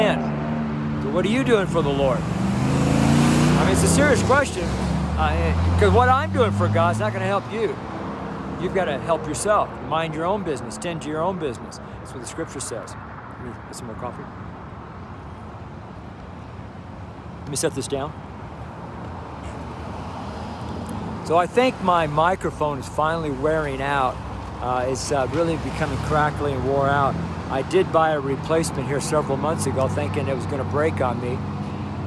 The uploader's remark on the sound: STREET SERMON